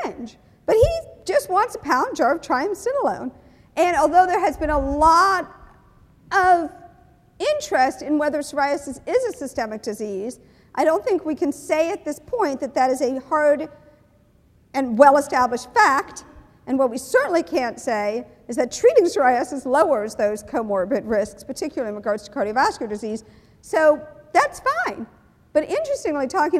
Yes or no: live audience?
yes